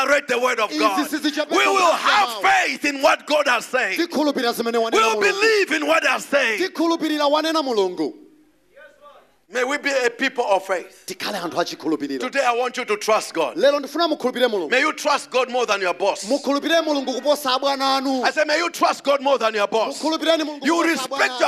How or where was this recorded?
large echoing room